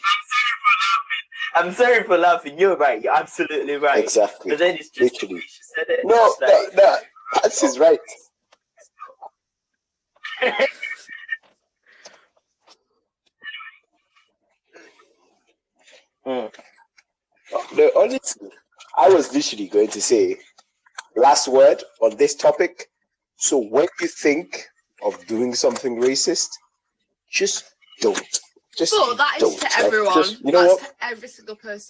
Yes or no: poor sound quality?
yes